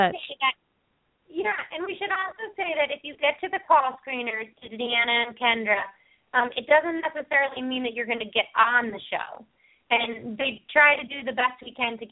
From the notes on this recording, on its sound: open up the lines for listeners to call in to ask questions